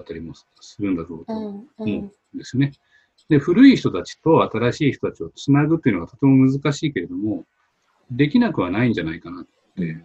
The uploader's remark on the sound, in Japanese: 本番組はオンライン会議ツールZoomを使用して録音しております。通信環境の問題により一部聴き取りづらい箇所があることをご了承くださいませ。